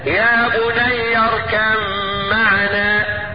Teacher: يجوز الاظهار ويجوز الادغام لكن على الوجه الداهي يتعين ادغام الباء في الميم. هكذا يا بني اركب معنا مع مراعاة الغنة بتاعت المضغم فيه وهي الميم.